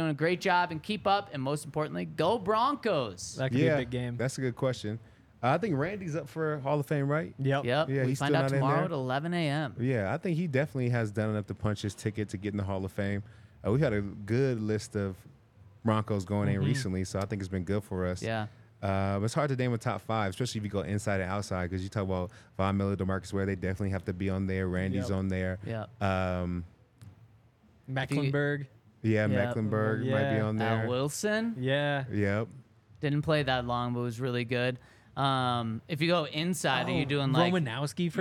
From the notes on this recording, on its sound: coming to you LIVE from the DNVR Bar